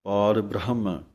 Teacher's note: ਤੂੰ ਪਾਰ ਬ੍ਰਹਮ ਵਿੱਚ ਹਾਹਾ ਲੱਗਾ ਹੋਇਆ ਹੈ, ਪਾਰ ਬ੍ਰਹਮ ਆਮ ਹੀ ਅਸੀਂ ਹਾਹਾ ਛੱਡ ਕੇ ਬੋਲਦੇ ਹਾਂ, ਪਾਰ ਬ੍ਰਹਮ ਇੱਥੇ ਜਮਕ ਹੈ ਅਤੇ ਪਾਠ ਬੱਬੇ ਦੇ ਲਾਂ ਲੱਗੀ ਹੋਈ ਹੈ, ਇਸ ਤਰ੍ਹਾਂ ਹੀ ਬੋਲਣਾ ਹੈ।